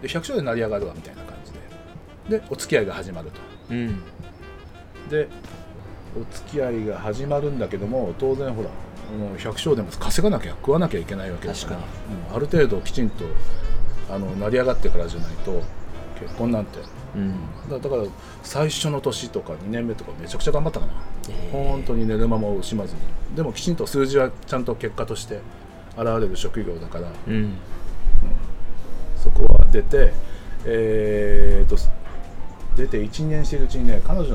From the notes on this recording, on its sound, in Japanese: 奄美大島5日目。外で収録しているため、途中風によるノイズがあります。